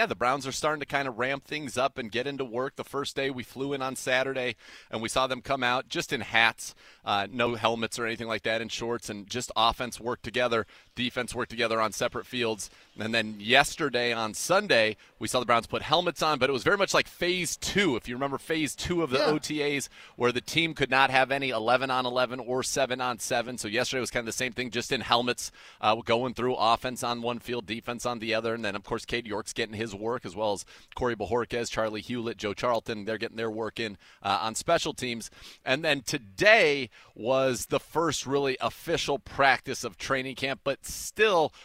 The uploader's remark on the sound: live from day three at the Greenbrier